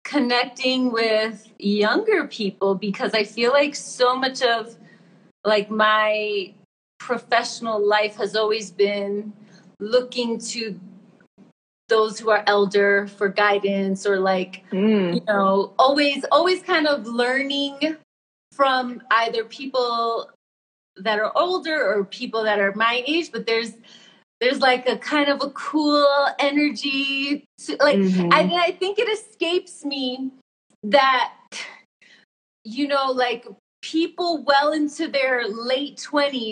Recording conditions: video call